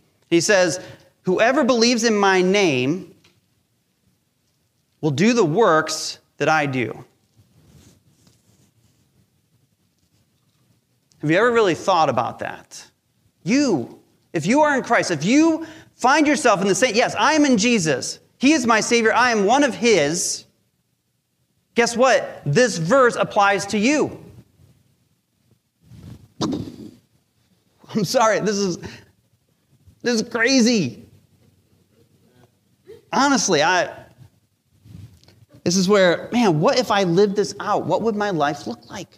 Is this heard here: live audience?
yes